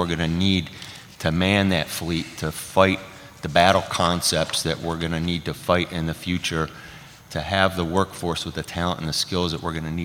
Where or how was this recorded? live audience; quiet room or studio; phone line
live audience